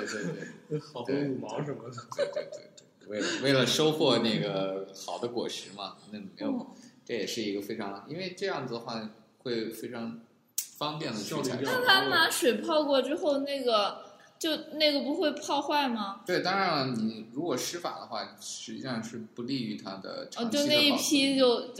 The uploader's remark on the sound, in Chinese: 本期节目为新设备第二次录制，由于手生，导致回音感很重